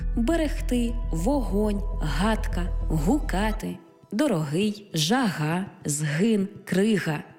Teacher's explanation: Буква «г» передає на письмі глотковий щілинний приголосний, як в українських словах «берегти», «вогонь», «гадка», «гукати», «дорогий», «жага», «згин», «крига», «могутній», «пагінець», так і в загальних і власних назвах іншомовного походження на місці «h» та «g».